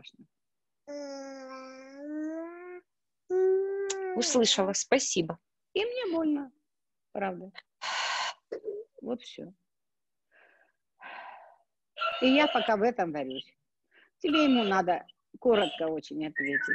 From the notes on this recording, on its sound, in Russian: Запись прямого эфира Zoom.